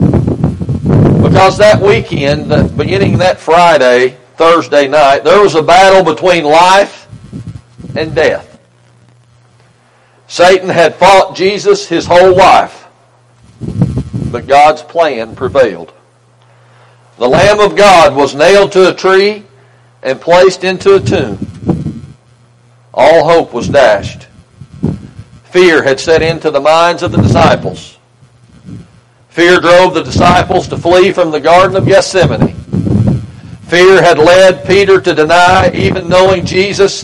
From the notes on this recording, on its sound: Locust Grove Christian Church had Resurrection drive in Service this morning and here is the audio from it.